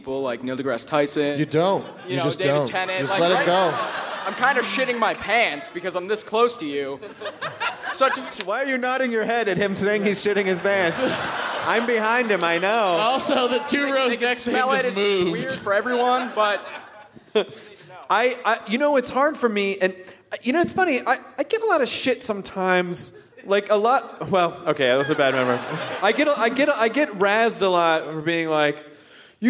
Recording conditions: live audience